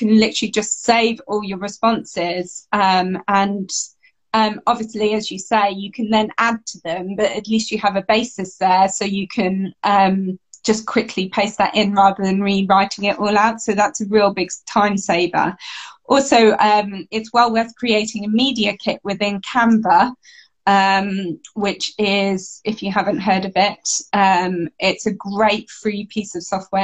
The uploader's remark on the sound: It was my first-ever Instagram Live